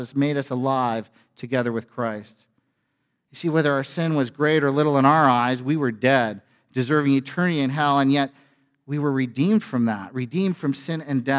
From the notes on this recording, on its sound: A sermon from FBC Church in Cobourg,